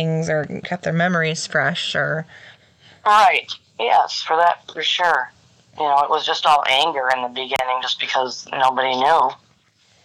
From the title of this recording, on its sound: Phone Interview